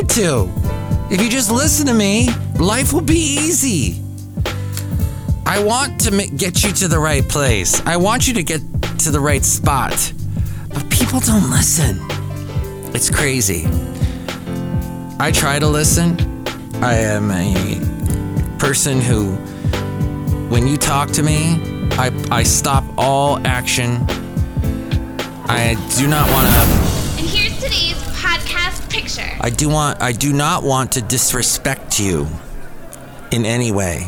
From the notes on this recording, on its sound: podcast live from Cafe Anyway